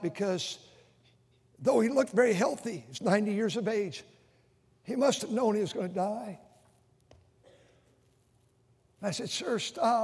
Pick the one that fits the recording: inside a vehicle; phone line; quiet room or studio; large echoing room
large echoing room